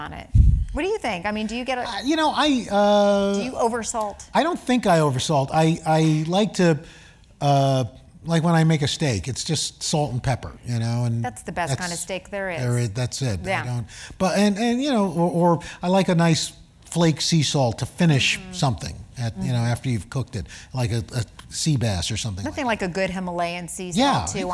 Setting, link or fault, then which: setting, live audience